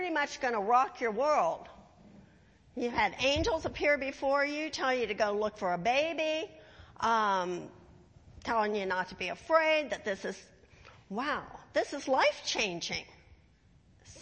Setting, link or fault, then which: setting, large echoing room